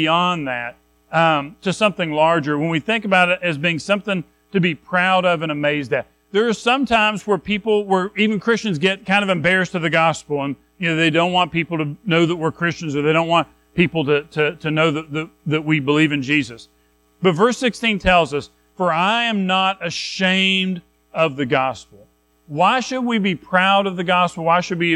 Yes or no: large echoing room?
yes